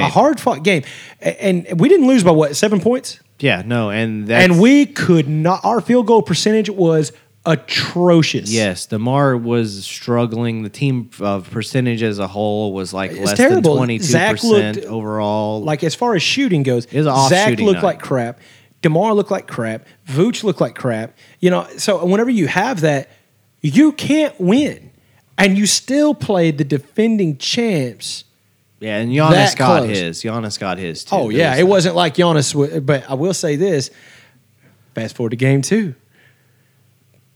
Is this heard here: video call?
no